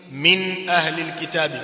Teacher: Kwa hiyo yeye anaizungumzia pasi na ghunna ambayo itarefushwa, lakini asli ile nuni sakina ghunna inayo ya asli. Hauwezi kuitamka nuni sakina bila kuitamka hiyo ghunna, isipokuwa isirefuke. · Term: idhharu